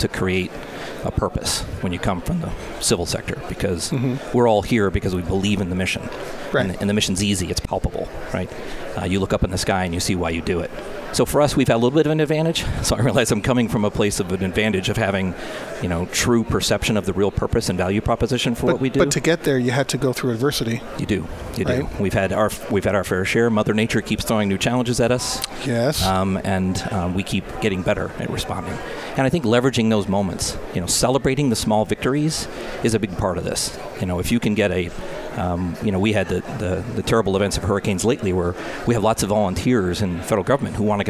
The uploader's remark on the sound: Live From Disaster Recovery Journal Conference 2018. This is hour 3 from the Live broadcast.